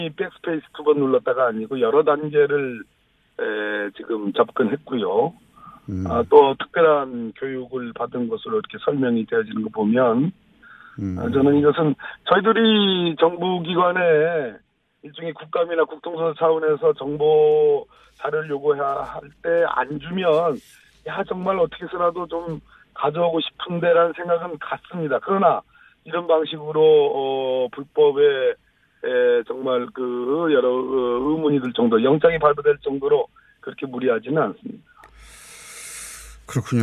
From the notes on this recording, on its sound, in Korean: 릴레이 전화연결